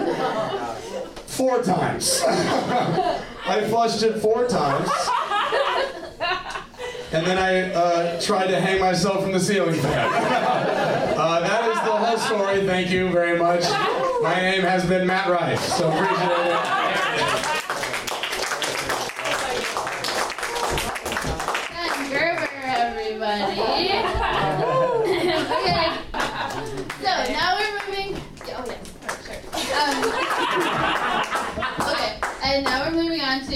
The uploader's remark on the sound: These stories were recorded at Ladylike Presents: MANLIKE as part of the Lincoln Lodge’s Future of Comedy Festival last weekend.